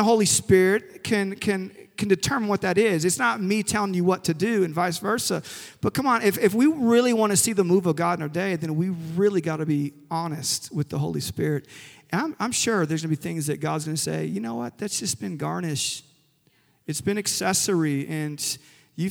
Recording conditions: large echoing room